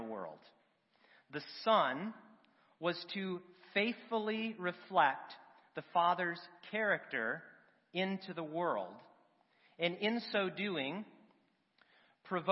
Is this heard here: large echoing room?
yes